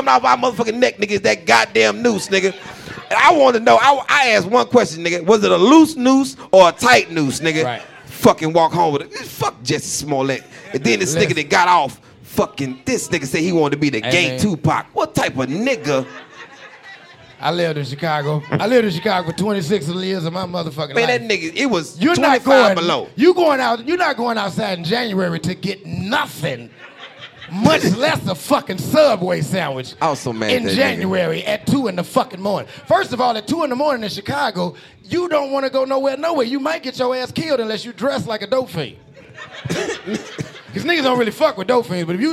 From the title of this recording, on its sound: LIVE in Houston!